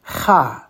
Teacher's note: Remember, it's not ka, it's cha. It's like you're clearing your throat.